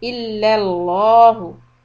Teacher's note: Lafz jalala lam is heavy.